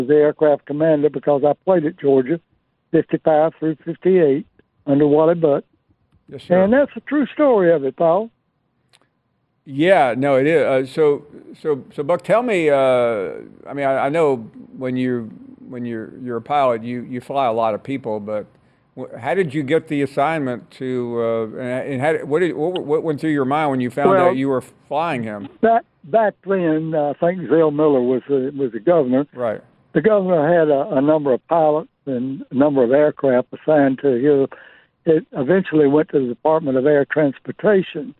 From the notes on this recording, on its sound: more of your phone calls.